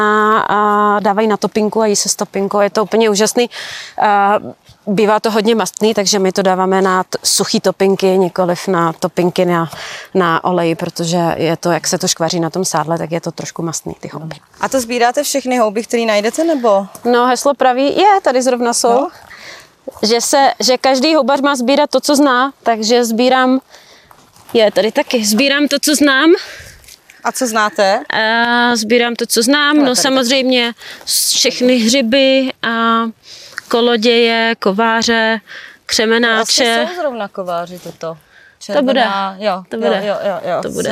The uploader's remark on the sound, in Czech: Rozhovor byl natáčen ve venkovním prostředí, proto prosím omluvte sníženou kvalitu zvuku.